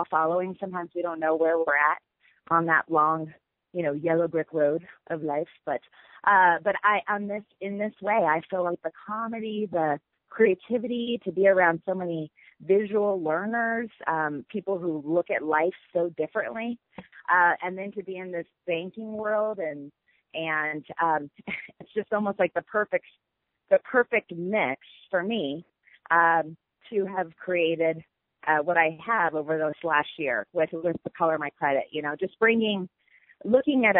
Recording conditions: phone line